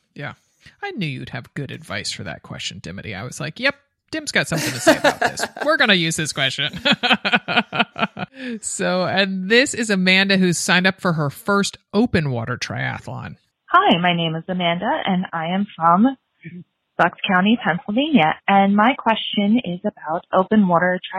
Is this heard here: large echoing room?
no